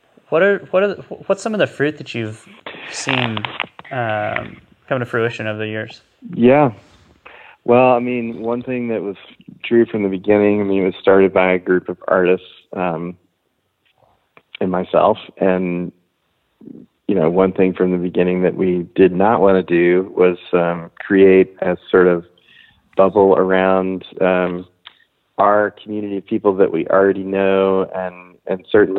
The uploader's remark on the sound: talks on the phone